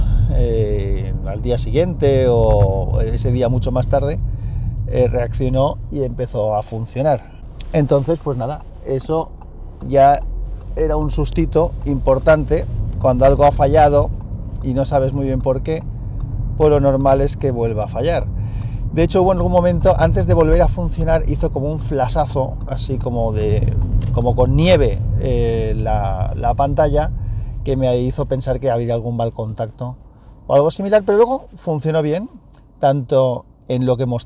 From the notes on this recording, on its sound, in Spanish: Un capítulo de guerrilla grabado en el coche. Podcast grabado en un Samsung Galaxy Note 8 con la aplicación Hi-Q MP3 Recorder y micro Boya BY-LM10.